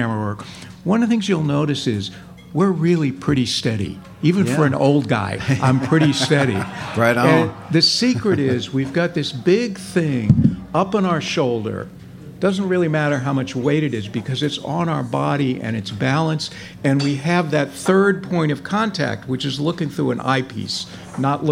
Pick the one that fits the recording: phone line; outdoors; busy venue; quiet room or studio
busy venue